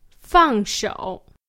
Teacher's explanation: falling tone and then a dipping tone.